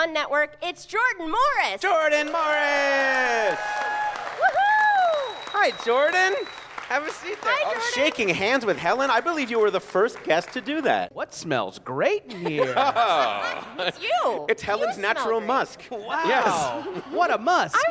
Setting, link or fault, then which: setting, busy venue